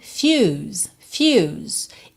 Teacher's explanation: E termina na letra S com um sonzinho de Z, o E final não é pronunciado